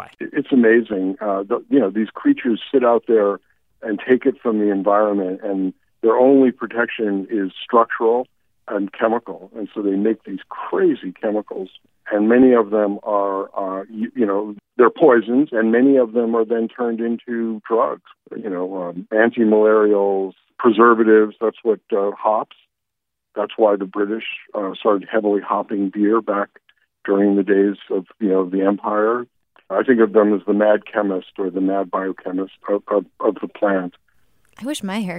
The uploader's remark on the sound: picking up the phone to call in the real experts